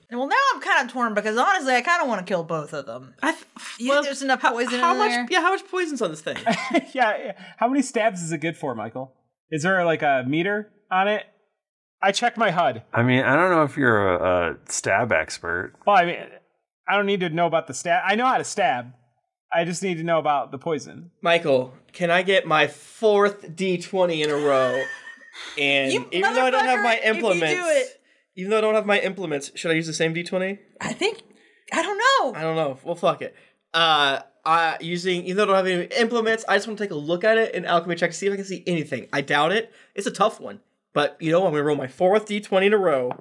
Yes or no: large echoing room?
no